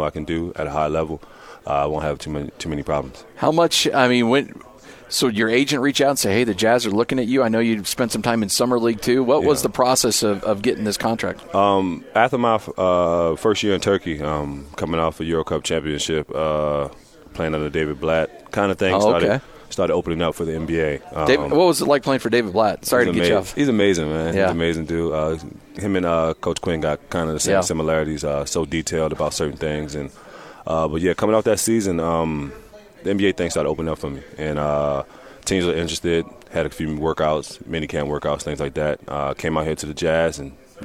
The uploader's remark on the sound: live from Utah Jazz Media Day